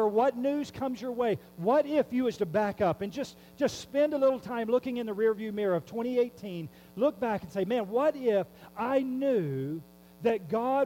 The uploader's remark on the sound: There is a hum throughout the recording. We have worked on the audio to the best of our ability to lesson its presence.